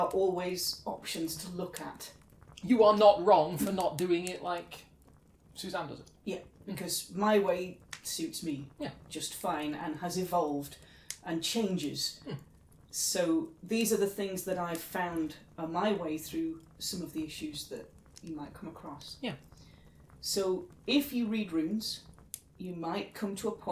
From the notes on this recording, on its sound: Background fire ambience